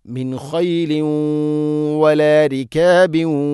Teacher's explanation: തൻവീനിനെ വ എന്ന അക്ഷരത്തിലേക്ക് കൂട്ടിലയിപ്പിച്ച് മണിച്ചുകൊണ്ട് ഉച്ചരിക്കണം · Term: ഗംബിഗുന്ന